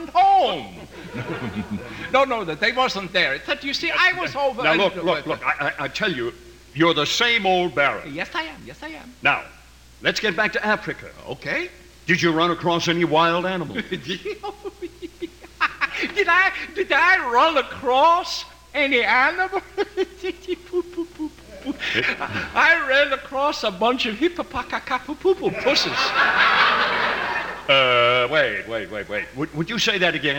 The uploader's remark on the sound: Live Christmas Stage Show 1987